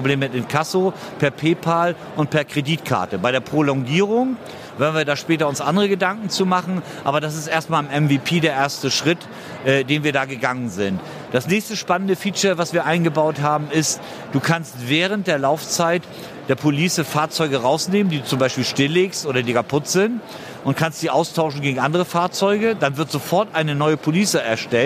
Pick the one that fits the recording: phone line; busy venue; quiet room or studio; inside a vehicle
busy venue